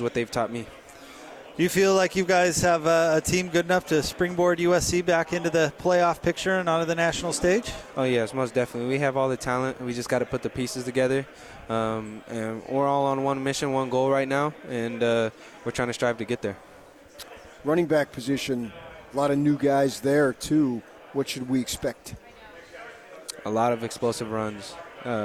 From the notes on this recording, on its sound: LIVE from Pac-12 Media Day in Los Angeles, CA